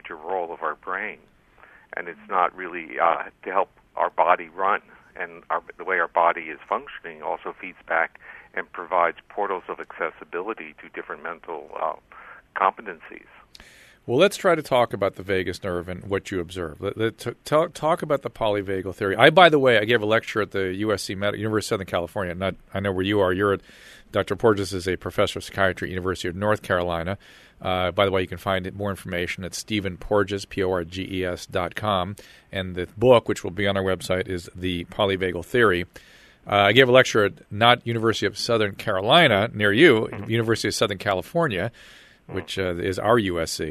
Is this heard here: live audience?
no